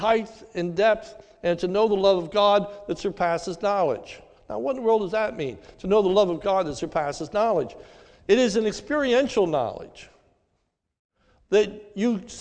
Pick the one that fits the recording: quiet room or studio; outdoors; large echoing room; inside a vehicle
large echoing room